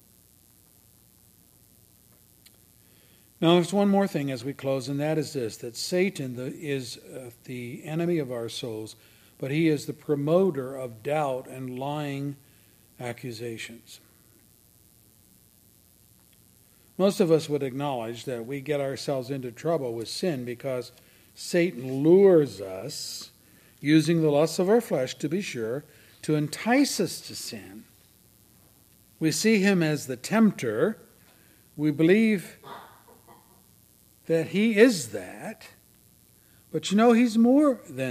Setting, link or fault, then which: setting, large echoing room